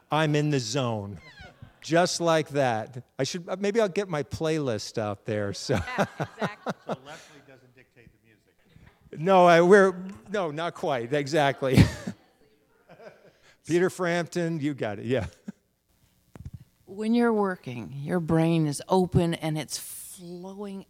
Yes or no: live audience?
yes